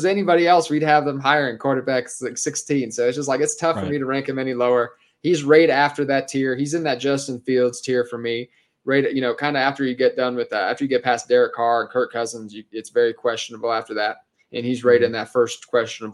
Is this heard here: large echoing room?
no